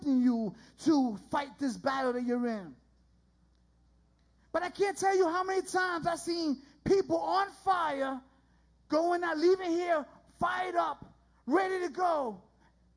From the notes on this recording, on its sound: This was recorded live at The Sanctuary Fellowship, 1469 St. Peters Avenue, Bronx, NY.